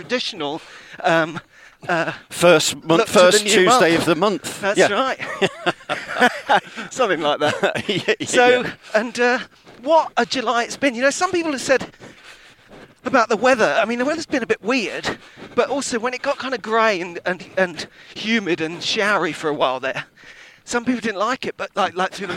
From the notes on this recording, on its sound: On the first half of a long run round Hampstead Heath